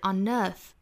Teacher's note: on 再和后面的 earth 再做连读是 onearth，一定要注意这个 n 的发音不要太过刻意哈